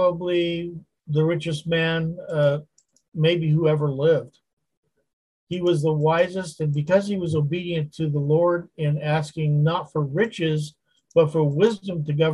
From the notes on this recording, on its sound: Wednesday Zoom study